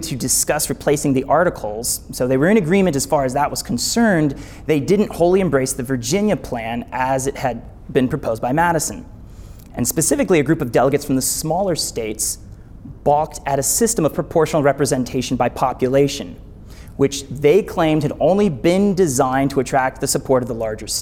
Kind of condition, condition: setting, live audience